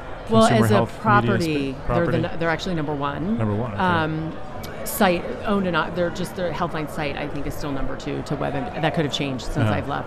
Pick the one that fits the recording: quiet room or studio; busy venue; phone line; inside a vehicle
busy venue